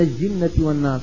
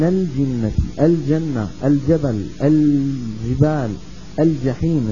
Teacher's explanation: اللام قمرية إذا كان بعدها جيم، ولا بد من بيانها · Shown in: second take